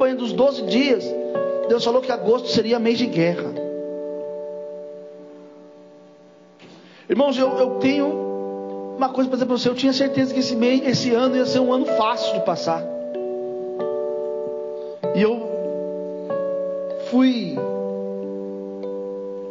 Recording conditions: large echoing room